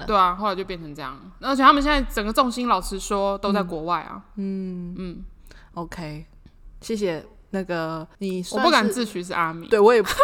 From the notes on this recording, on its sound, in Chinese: 我們換了一個大空間錄音導致收音狀況會有較大回音，敬請見諒